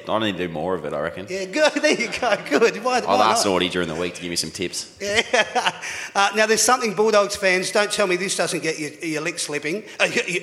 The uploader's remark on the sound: That's Good for Footy panel show LIVE from the Mulgrave Country Club